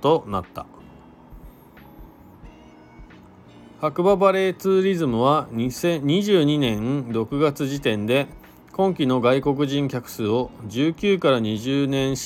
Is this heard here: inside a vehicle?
yes